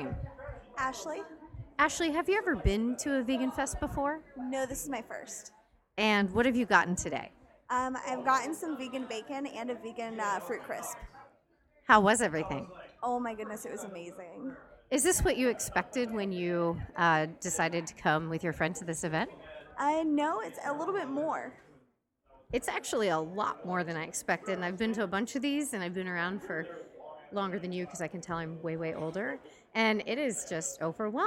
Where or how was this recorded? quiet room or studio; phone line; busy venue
busy venue